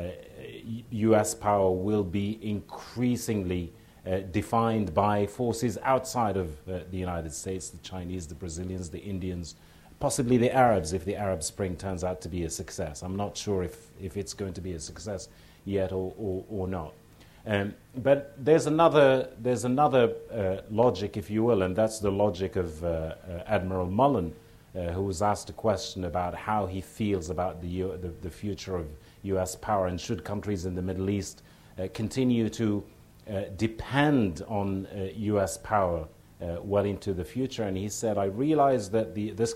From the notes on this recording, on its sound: At the Shorenstein Center's 25th anniversary celebration.